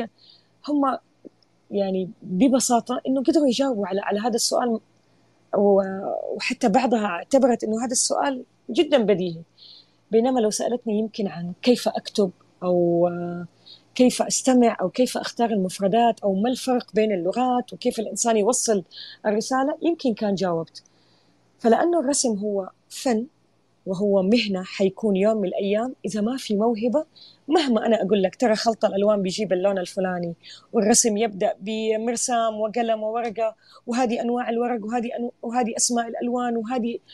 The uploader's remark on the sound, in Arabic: تسجيل لمساحة ابن رشد الأسبوعية على منصة تويتر